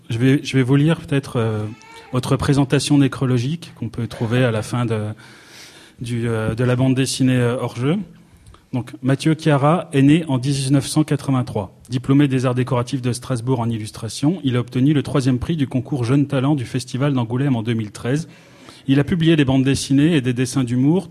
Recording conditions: busy venue